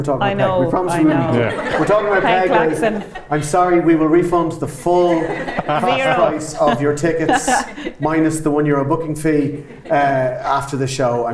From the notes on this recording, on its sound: Motherfoclóir was invited to the Kildare Readers' Festival in Newbridge in October, and this episode is the recording of that show.